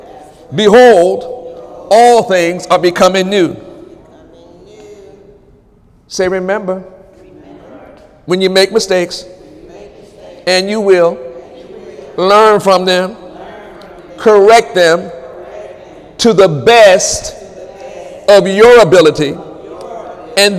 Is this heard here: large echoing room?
yes